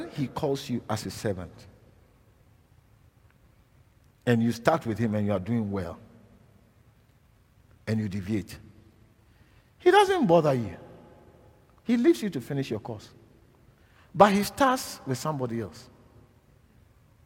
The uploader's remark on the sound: preached at LCI Silverlakes